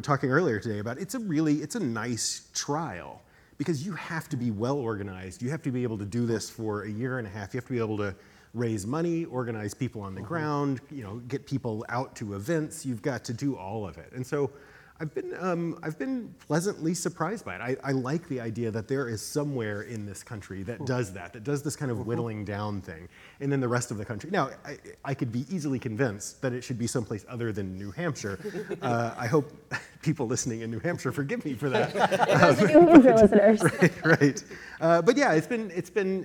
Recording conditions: live audience